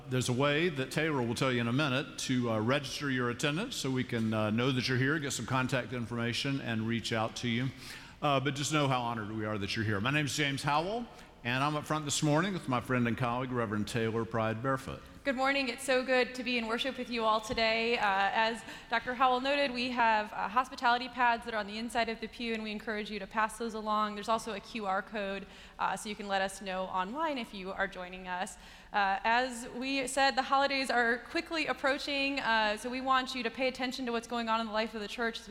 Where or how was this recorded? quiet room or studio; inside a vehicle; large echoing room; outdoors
large echoing room